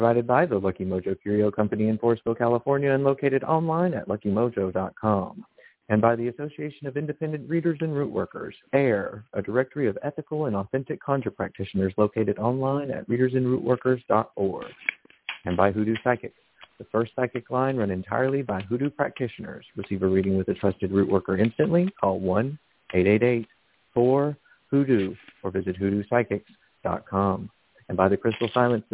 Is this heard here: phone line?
yes